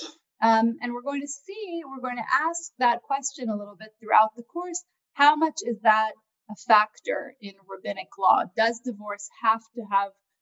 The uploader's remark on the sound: This audio was originally captured from Zoom on 02/18/2021 from Drisha's Spring Zman.